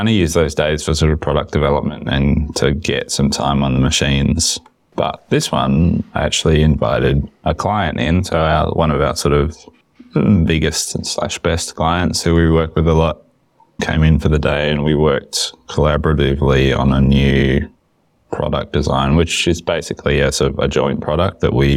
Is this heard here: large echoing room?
no